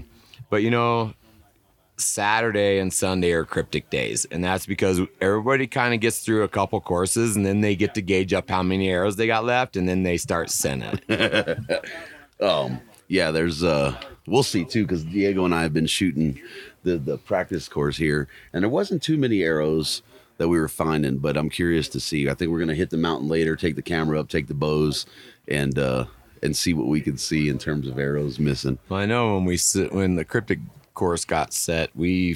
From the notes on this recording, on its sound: Mountain Archery Fest live episode. Live from Purgatory resort in Durango, Colorado.